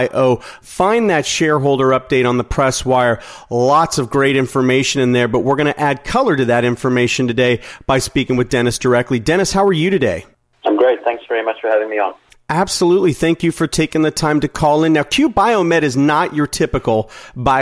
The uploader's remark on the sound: called in to SmallCapvoice